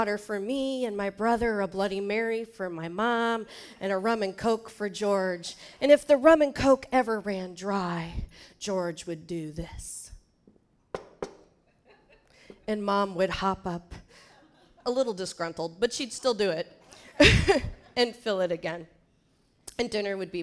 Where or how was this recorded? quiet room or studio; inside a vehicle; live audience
live audience